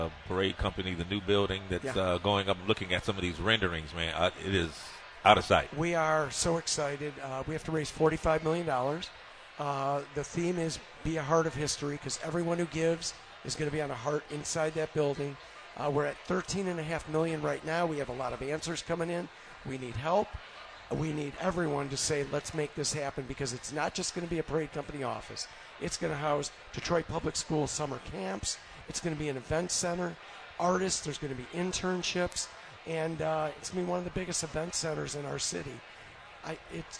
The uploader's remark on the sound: live from the Parade Company Pancake Breakfast